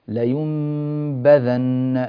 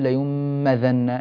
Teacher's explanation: ميز الميم التي انقلبت عن النون من حرف الباء · Shown in: first take